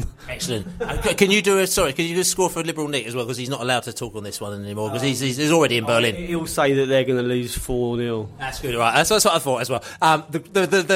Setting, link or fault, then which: setting, busy venue